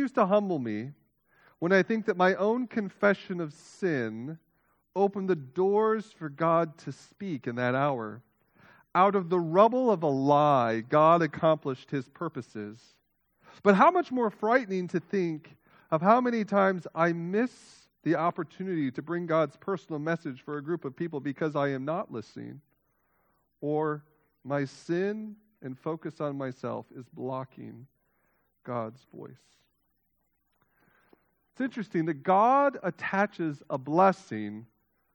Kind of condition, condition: setting, large echoing room